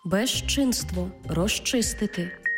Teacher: Отож, відбувається уподібнення і «з» плюс «чи» всередині слова читаємо як «жи-чи»